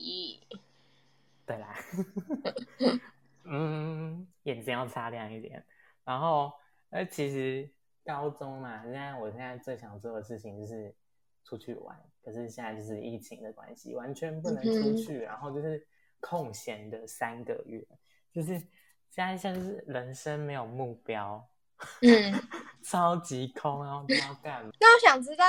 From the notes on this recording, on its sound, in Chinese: 因為第一次錄音有一些小問題